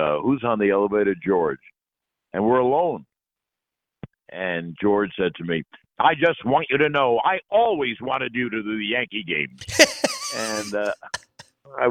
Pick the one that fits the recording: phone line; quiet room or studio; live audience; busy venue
phone line